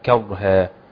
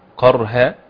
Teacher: نطق القارئ قول الله عز وجل كرها بتفخيم القاف قرها يبدل الكاف قاف · Shown in: second take